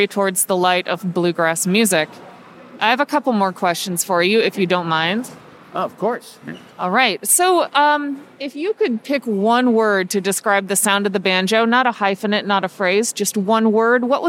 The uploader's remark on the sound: IBMA "Man on the Street" Interviews!